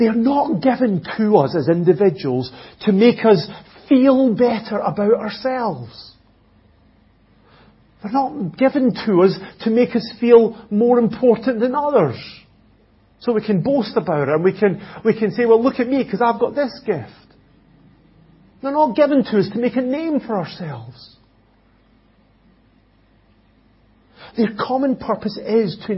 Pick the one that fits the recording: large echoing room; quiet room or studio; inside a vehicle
large echoing room